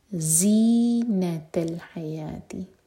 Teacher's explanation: ز buzzing sound کے ساتھ اور نون پر زور